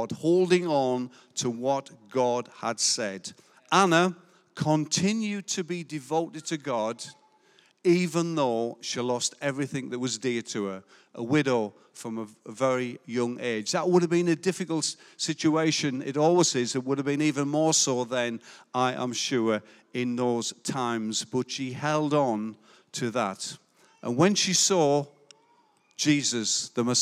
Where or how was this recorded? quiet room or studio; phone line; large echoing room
large echoing room